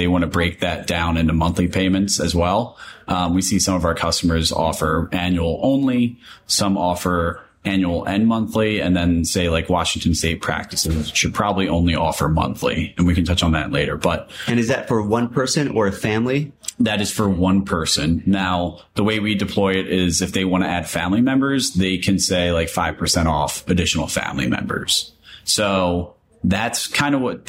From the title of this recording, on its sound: Live at MDIBS CEO Roundtable 2023